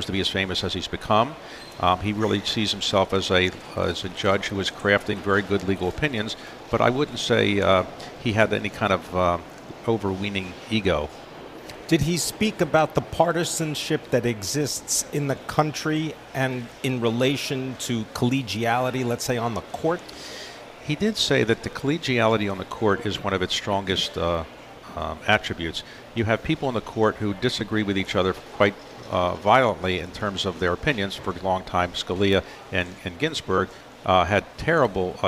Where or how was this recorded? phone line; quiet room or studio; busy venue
busy venue